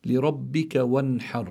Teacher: شو يعني إظهار النون عند الحاء؟ يعني لابد من إخراج النون من مخرجها من غير غنة